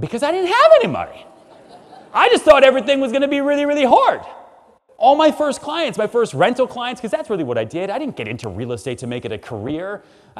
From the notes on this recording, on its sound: Enjoy this session from our special keynote speaker at the 2021 Stronger Business Summit